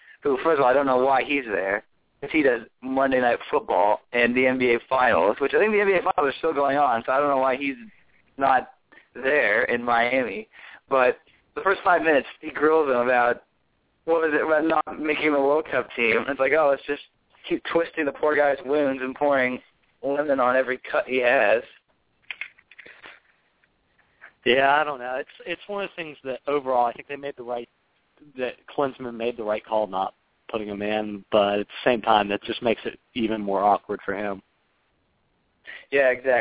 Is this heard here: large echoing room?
no